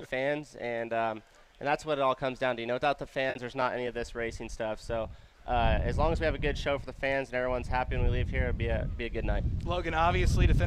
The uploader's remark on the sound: live from the Keith Kunz Motorsports Giveback Classic Presented by TRD